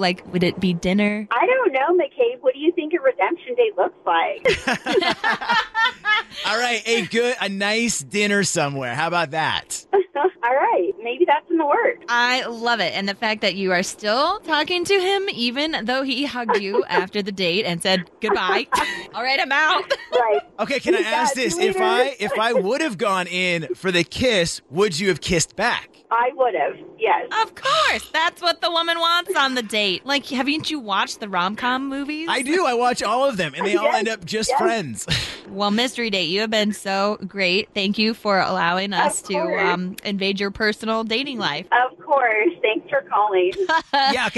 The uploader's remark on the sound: got her on the phone